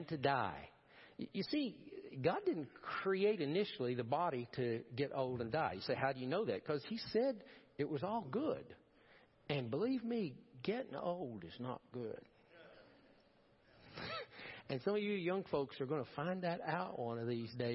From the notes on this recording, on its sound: Preached at First Baptist Church of Powell.